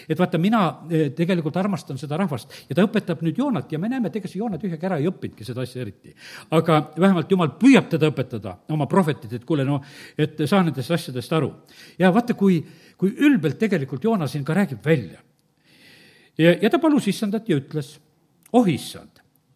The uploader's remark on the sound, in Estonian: Audio salvestus koosolekult